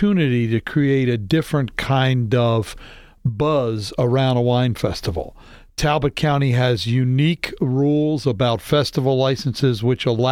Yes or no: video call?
no